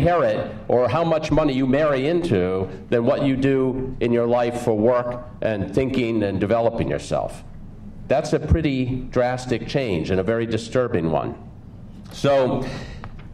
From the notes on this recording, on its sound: Spoke at the Building Sustainable Security Conference November 21st. Audio recording by Werner Grundl.